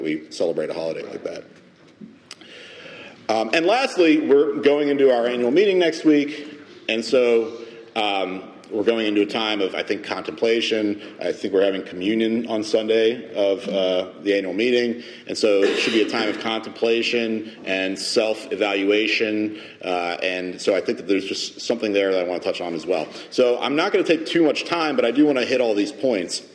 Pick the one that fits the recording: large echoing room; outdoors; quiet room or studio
large echoing room